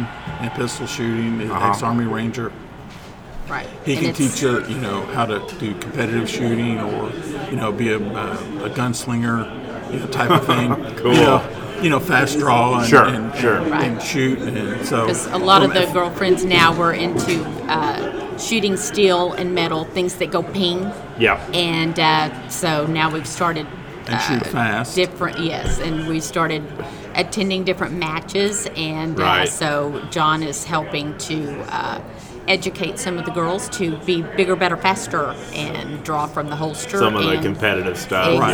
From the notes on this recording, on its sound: live from the Dallas, Texas NRA show